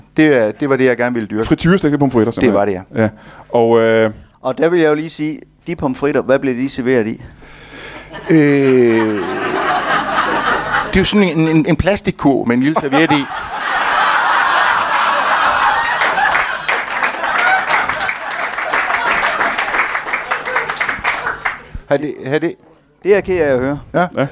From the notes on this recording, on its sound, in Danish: LIVE fra Tobbers i Kolding.